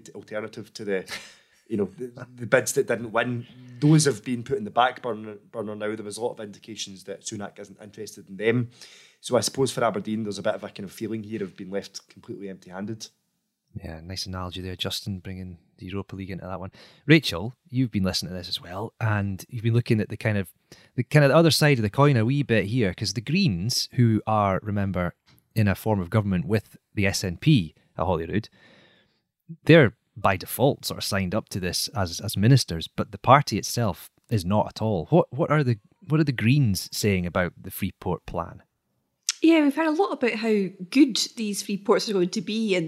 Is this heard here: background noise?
no